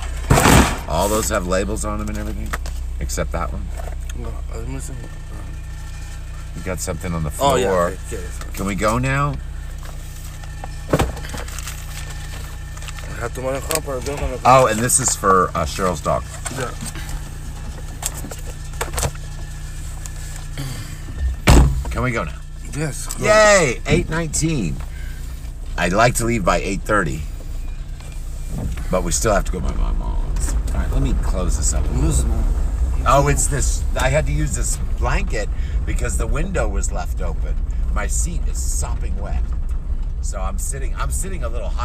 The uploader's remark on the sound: Chat in Car